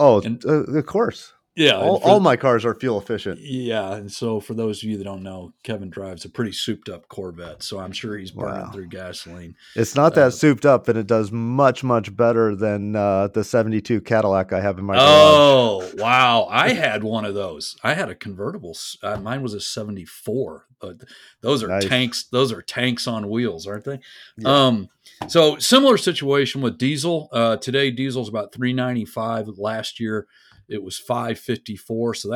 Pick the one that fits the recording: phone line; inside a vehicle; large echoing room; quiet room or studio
quiet room or studio